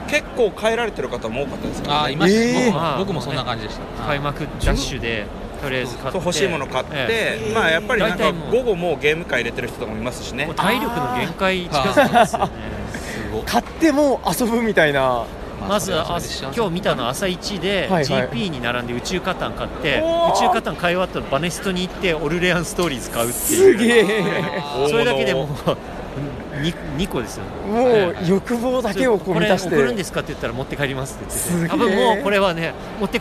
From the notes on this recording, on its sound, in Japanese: ゲムマ会場で収録しました